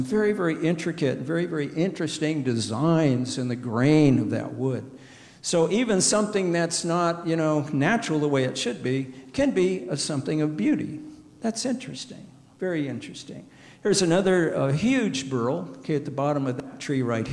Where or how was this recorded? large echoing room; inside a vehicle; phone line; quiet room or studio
large echoing room